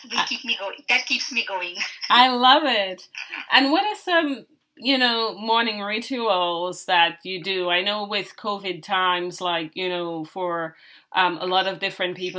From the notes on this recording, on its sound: The audio on this one is rough